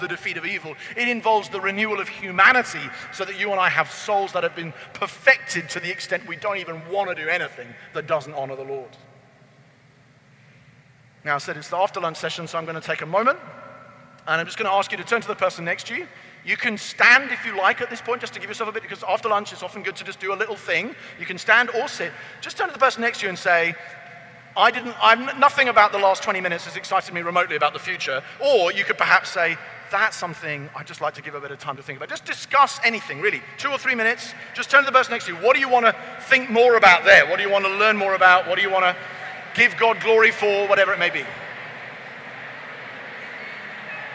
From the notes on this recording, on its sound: keynote message at Convergence Conference